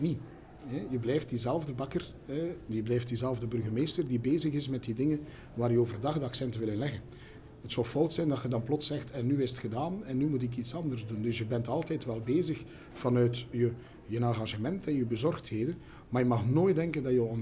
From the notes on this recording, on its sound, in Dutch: Deze aflevering werd live opgenomen tijdend het #IRSL evenement.